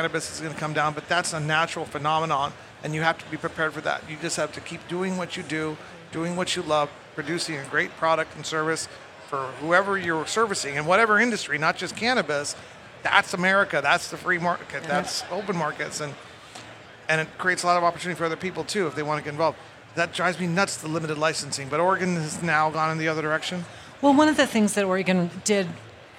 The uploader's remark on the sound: Recorded at MJBizCon 2023